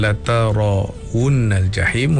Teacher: huruf ra-nya adalah huruf yang tafkhim, huruf yang perlu dibaca tebal